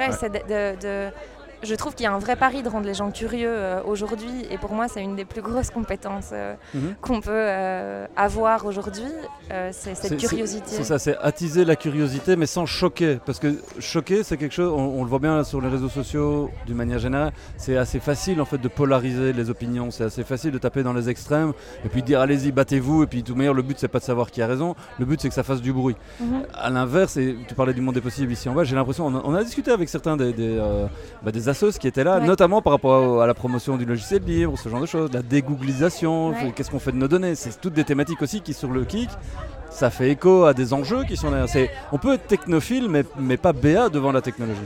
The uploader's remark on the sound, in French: Festival Esperanzah! 2022. Bouke.Media est présent au coeur du festival, à la rencontre des participants, des artistes et des ONG qui font vivre cette édition 2022.